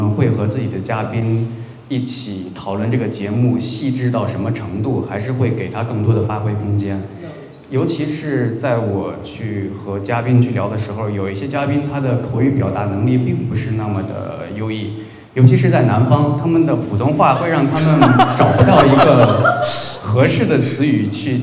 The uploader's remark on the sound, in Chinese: 深圳x播客线下圆桌论坛。